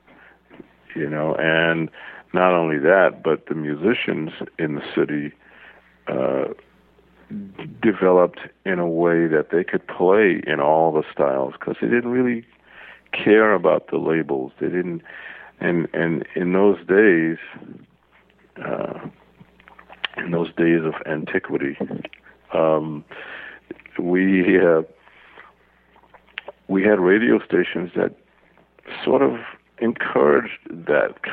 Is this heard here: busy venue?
no